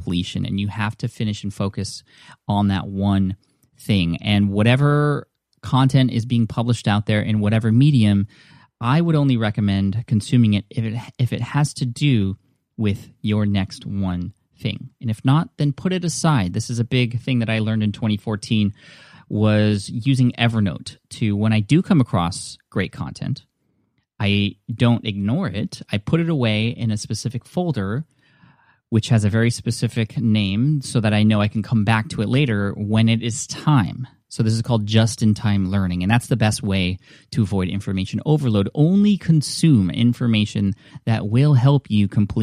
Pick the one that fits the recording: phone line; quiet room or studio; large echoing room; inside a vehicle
quiet room or studio